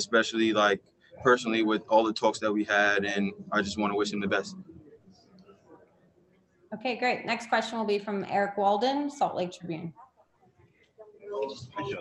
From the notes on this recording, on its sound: Addressed the media's questions in a Zoom conference after his team wrapped up practice inside the bubble in Orlando, Florida.